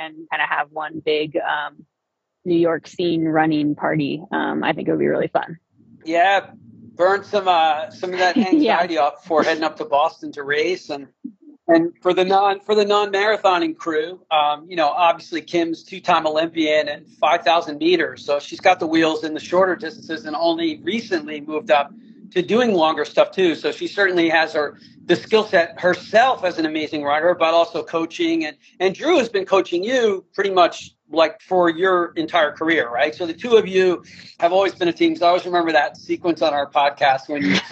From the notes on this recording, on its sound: This conversation is from an IG live I hosted.